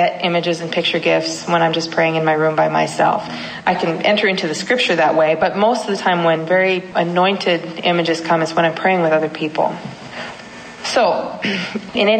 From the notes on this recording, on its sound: at the Franciscan University Young Adult Conference in Washington D